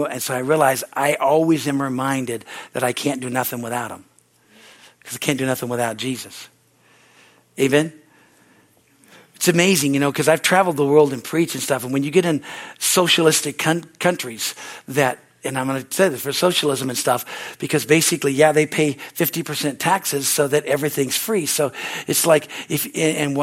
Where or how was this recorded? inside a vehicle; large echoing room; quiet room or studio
large echoing room